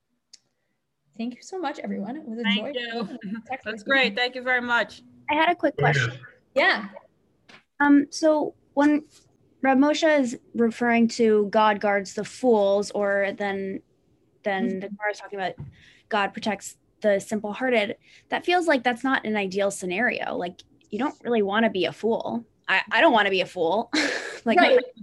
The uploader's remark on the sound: This audio was originally captured from Zoom on 12/31/2020